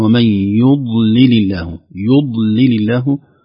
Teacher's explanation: الضاد الساكنة نحذر كثيرا من قلقلتها لأنها عرضة لأن تقلقل، خاصة إذا أطبقنا اللسان بشدة على الثنايا العليا أو الأضراس